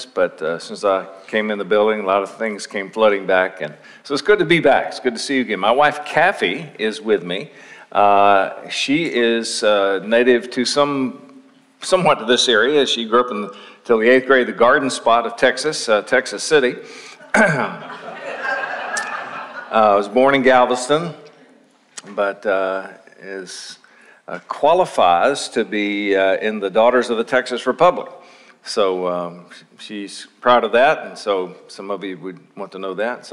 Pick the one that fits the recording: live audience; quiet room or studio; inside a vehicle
live audience